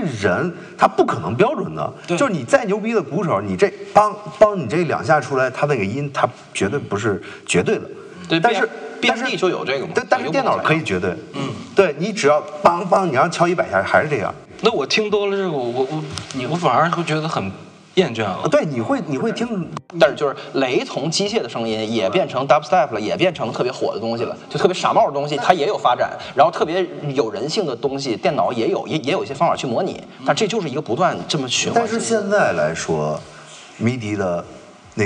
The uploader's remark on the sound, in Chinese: 贫道播客四月份在阿那亚参加声量The Power Of Voice。活动现场。